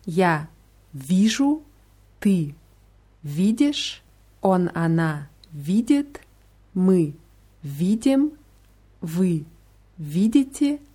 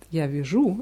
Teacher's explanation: Die Betonung ist immer auf dem i. · Shown in: first take · Vor allem ist es wichtig bei der Form ja viju, weil wenn man das undeutlich ausspricht und sagt ja viju, also die Betonung auf u, dann würde es heißen ich stricke.